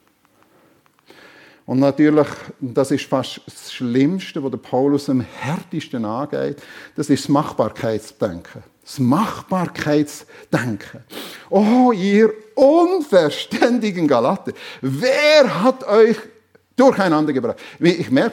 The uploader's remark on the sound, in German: Predigt der FEG Sumiswald an Pfingsten 2023